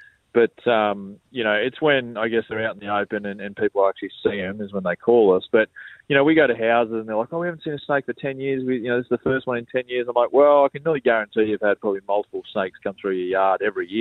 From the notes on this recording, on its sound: We are joined on the phone